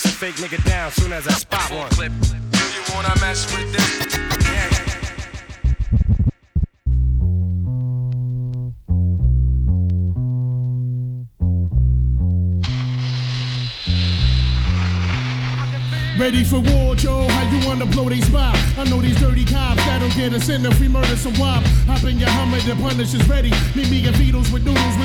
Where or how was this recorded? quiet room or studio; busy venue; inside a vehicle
busy venue